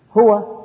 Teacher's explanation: الهاء تخرج من أقصى الحلق وهو آخر المخارج في الفم، والواو تخرج من الشفة